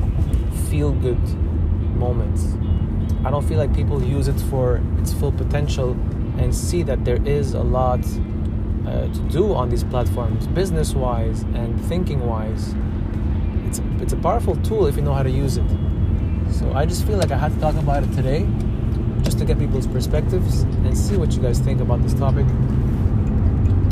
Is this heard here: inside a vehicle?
yes